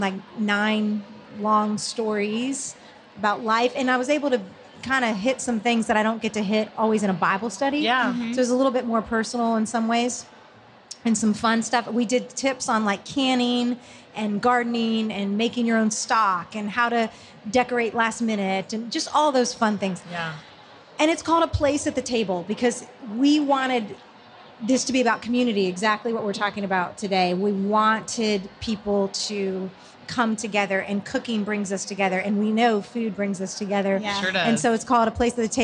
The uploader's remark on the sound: We sat down at Lifeway Women Live in Orlando